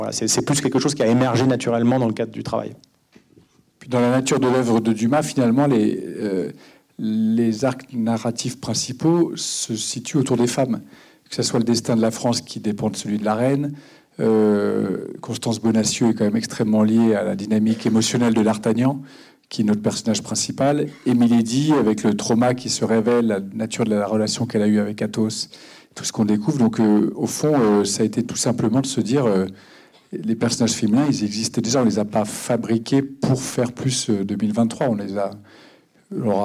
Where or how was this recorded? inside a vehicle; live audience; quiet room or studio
live audience